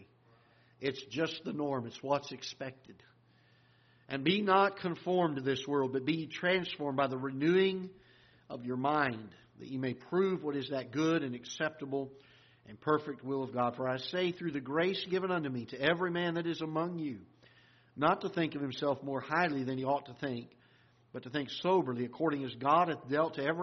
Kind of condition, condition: setting, large echoing room